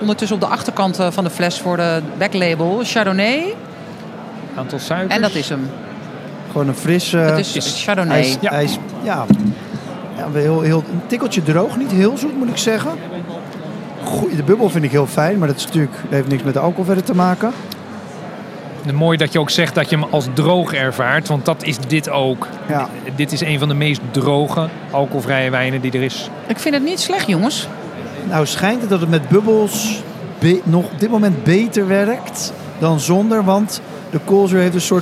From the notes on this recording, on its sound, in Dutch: Vandaag live vanaf de Horecava